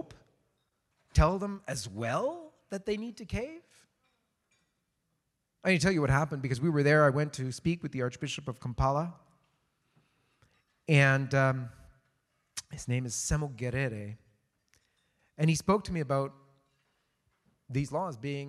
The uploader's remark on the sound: delivered the keynote speech at the Coalition for Canceled Priests' second annual canceled priests event.